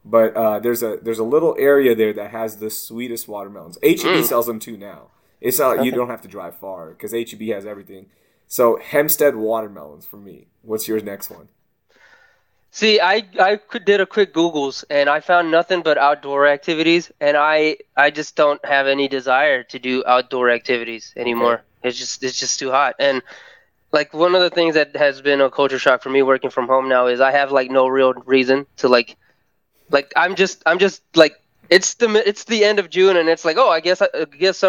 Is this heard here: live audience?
no